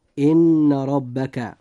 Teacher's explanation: أيها الإخوة، انظروا معي إلى الآية 25 في أولها: بسم الله الرحمن الرحيم، إن ربك هو يفصل بينهم. نلاحظ أن حرف الراء في كلمة ربك جاء مفتوحا، لذلك يجب أن يفخم · Term: تفخيم الراء